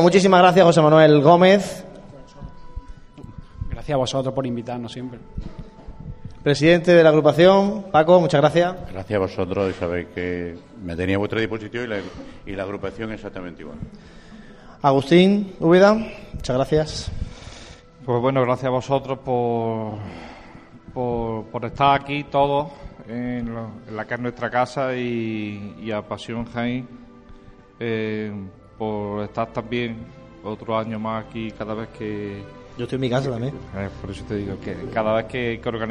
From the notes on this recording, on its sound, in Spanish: Pasión en Jaén ha sacado sus micrófonos para grabar la mesa redonda sobre la juventud cofrade que ha tenido lugar en el marco del Encuentro de Grupos Jóvenes organizado por el Grupo Joven de la Estrella con motivo de su décimo aniversario. Casa Hermandad Estrella.